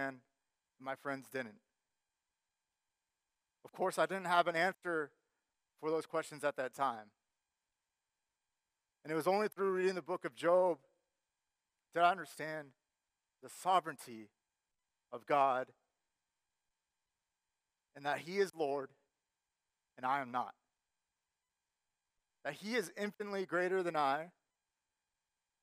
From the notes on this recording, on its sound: Sermon Audio from our Worship service